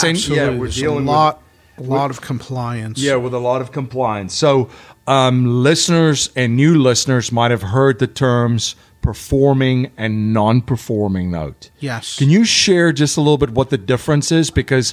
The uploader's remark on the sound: Live at the Hive in Trenton, New Jersey.